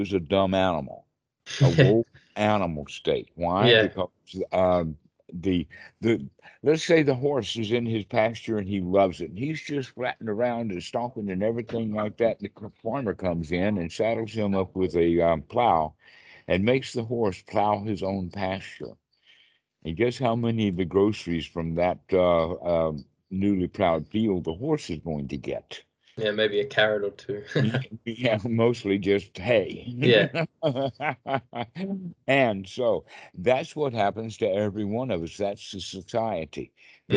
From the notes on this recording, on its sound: skype calls on this channel